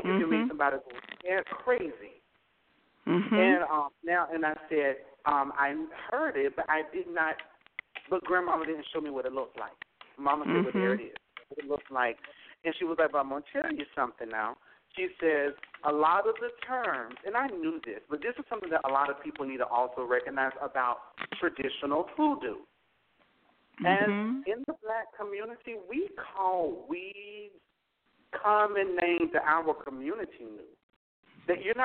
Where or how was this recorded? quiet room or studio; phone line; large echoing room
phone line